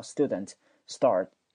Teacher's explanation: 因为 s 后面加 t 要读成浊辅音 d 的发音啊